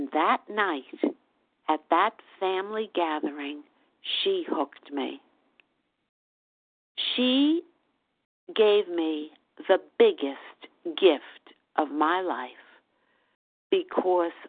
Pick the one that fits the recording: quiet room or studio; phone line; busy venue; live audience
phone line